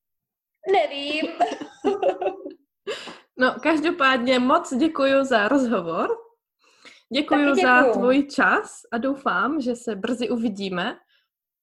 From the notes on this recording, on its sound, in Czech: Rozhovor jsme nahrály přes ZOOM